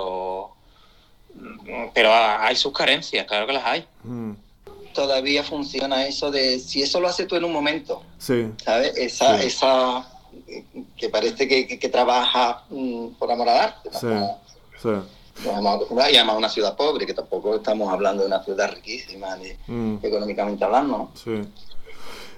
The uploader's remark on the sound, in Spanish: Entre París y Sevilla, charla telefónica